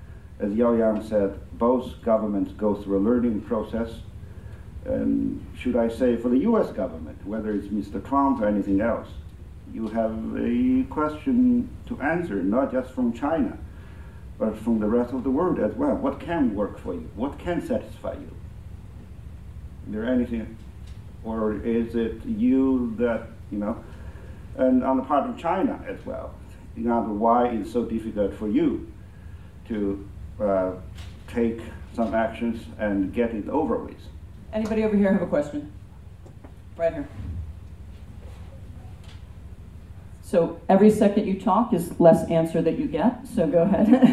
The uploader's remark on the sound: Recorded at the annual Forecast of China’s Economy for 2019, hosted by the National Committee on U.S.-China Relations and Peking University’s China Center for Economic Research, at the Citigroup Center. An expert panel.